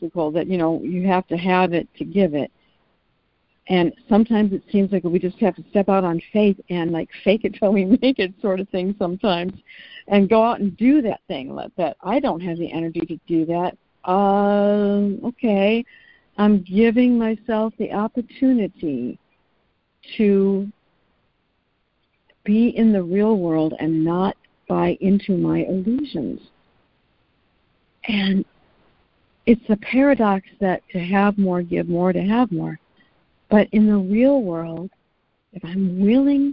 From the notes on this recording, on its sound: ACIM Daily Conference Call